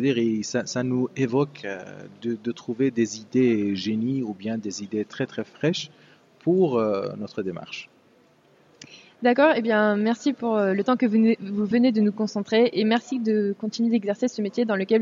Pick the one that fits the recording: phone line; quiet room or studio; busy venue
busy venue